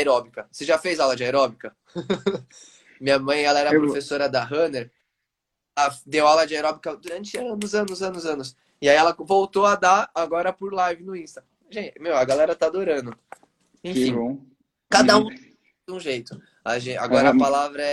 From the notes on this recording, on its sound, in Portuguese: durante uma live em nosso Instagram